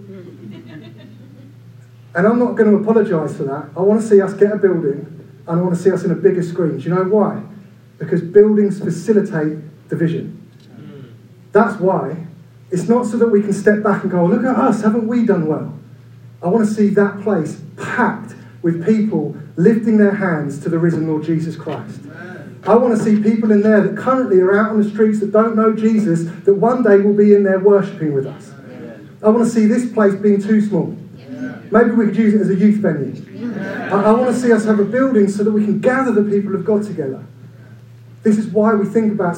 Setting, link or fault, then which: fault, poor sound quality